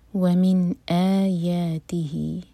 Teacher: من یہاں پر اظہار نون پر جھٹکا نہ ہو